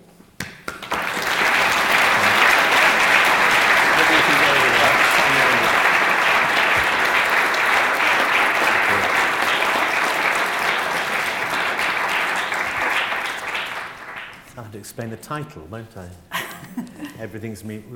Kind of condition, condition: setting, live audience